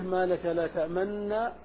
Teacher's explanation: فيضم الشفتين مع شدة النون · Term: الإشمام